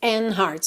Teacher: E facilita ligar o N já no hearts.